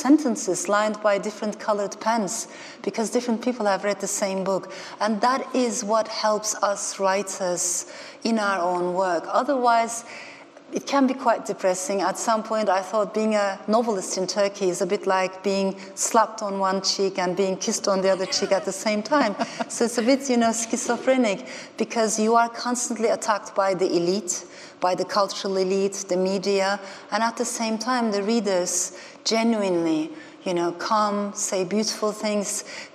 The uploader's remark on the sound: In this podcast from the 2019 Festival of Ideas.